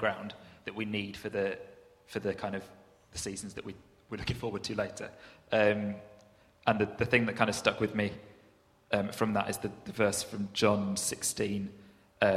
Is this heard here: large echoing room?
yes